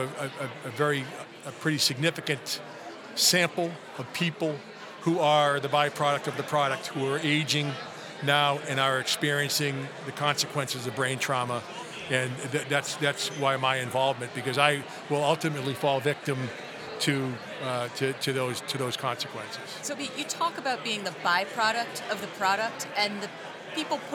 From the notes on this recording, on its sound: Recorded live at the Concussion Legacy Foundation annual Gala in Boston.